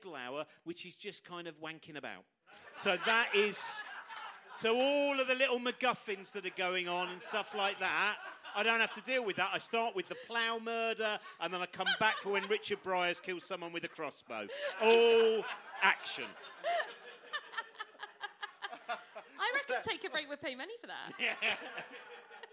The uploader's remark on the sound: Live at Camden Fringe. We record live from the iconic Water Rats as part of the Camden Fringe.